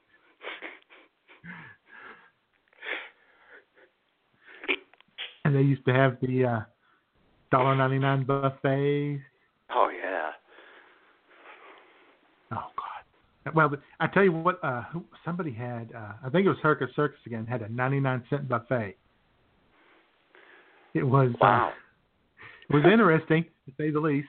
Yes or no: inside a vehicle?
no